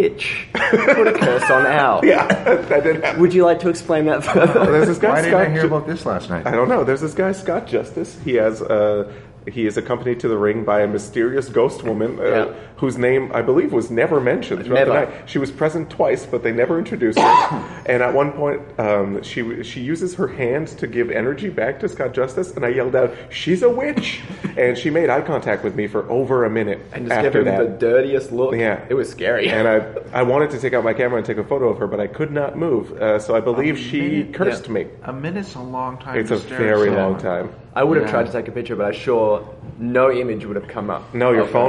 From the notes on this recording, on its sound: LIVE from Regina Fringe. Coming to you LIVE (at the time) from The Regina Fringe Festival.